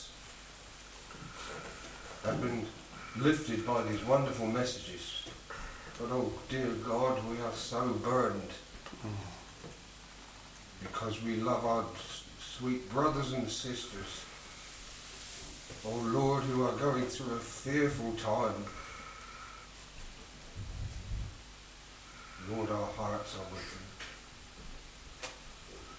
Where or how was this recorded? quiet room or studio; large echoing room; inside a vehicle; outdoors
large echoing room